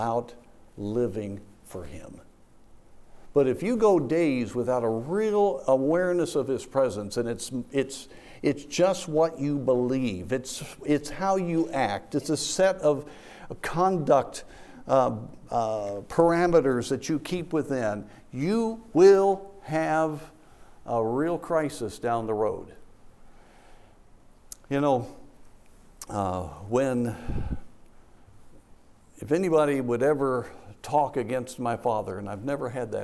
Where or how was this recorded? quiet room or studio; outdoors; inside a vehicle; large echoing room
large echoing room